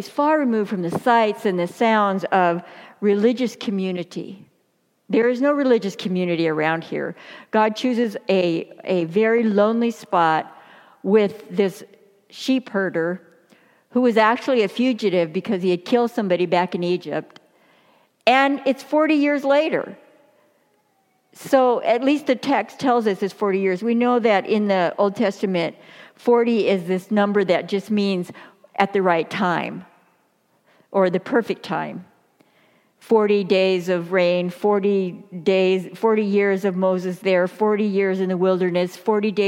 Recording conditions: large echoing room